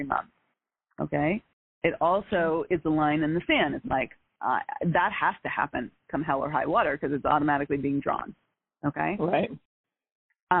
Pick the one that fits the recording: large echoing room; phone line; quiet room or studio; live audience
phone line